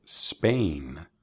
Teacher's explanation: Hay una tendencia para los hispanohablantes agregar una E al principio de las palabras inglesas que empiezan con S.